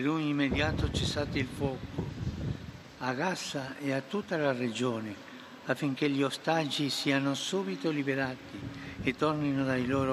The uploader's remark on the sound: PETER'S SQUARE, RECITATION OF THE ANGELUS PRAYER